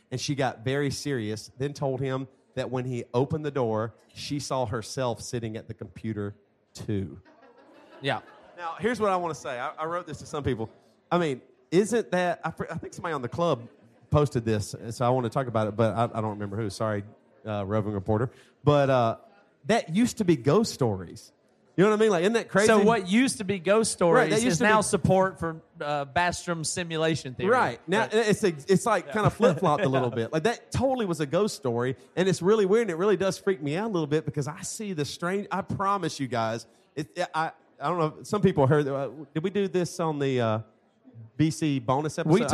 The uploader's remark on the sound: Live from the BC Christmas Party!